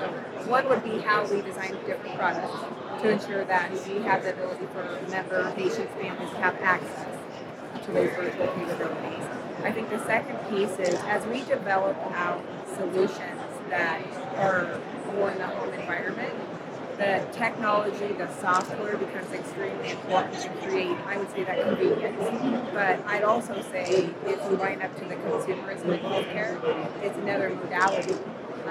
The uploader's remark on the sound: live from HLTH '22